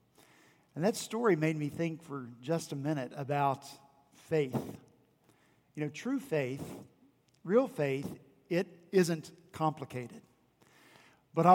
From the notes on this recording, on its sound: at Redeemer Presbyterian Church in Charleston, SC